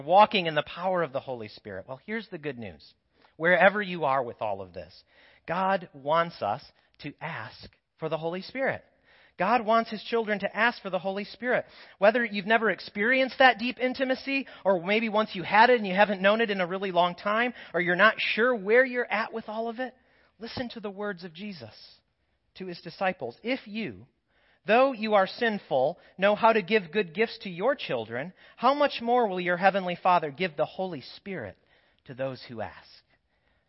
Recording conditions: large echoing room